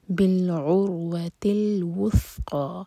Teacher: تی کے بعد حمزۃ الوصل، ملا رہے ہیں تو اس کو پروناؤنس نہیں کیا جائے گا